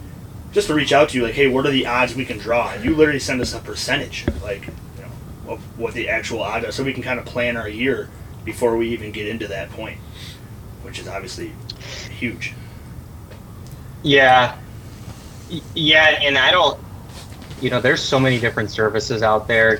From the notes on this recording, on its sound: On the phone. We recorded this in an ice fishing shanty so bear with the extra noises.